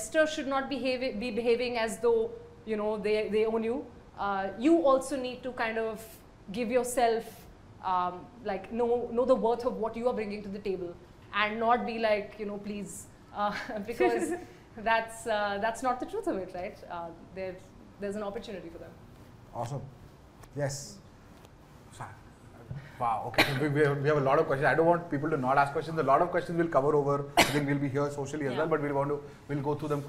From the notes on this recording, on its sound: As we bring you an exhilarating live shoot from the Bombae Pad! With a vibrant audience of dynamic women from the startup ecosystem.